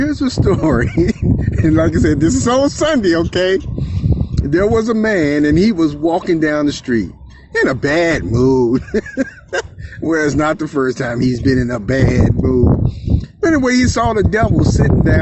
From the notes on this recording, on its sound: This is from the Perceptive Readers Telegram App Group on the fly, if you will, moment. Therefore, you can hear the outside environment sounds.